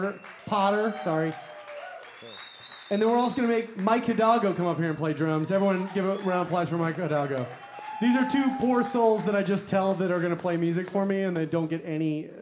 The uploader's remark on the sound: LIVE at the ASsSIFWAP 2020! Right in the middle of this awesome live event!